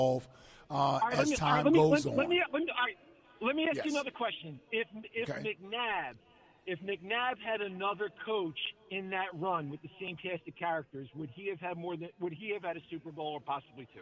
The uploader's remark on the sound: live at Chickie's in South Philly